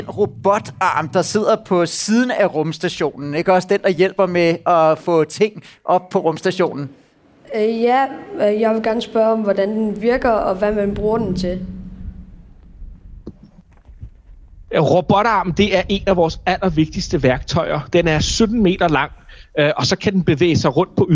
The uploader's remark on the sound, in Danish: Tusindvis af publikummer i Tivoli i København er LIVE igennem.